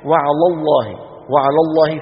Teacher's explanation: وعلى الله أيضا هذه يكثر فيها الخطأ، بيقول الواحد وعلى الله، وعلى الله فيفخم لام على لمجاورتها للام لفظ الجلالة المفخم